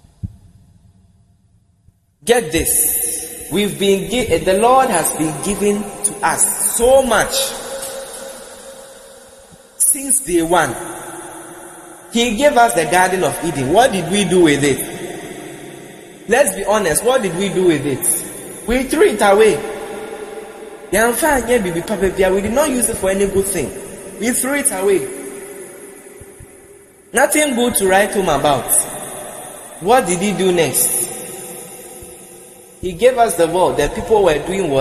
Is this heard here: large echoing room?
yes